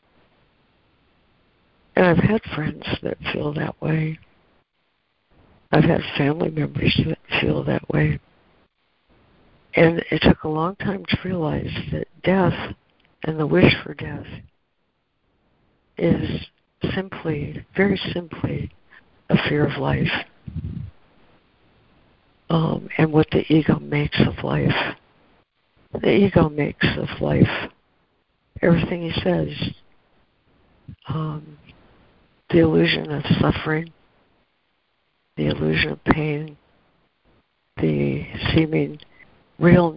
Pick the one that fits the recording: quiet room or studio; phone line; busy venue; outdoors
phone line